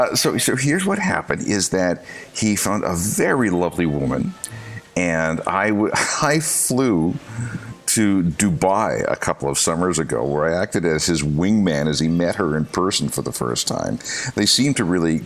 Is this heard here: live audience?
no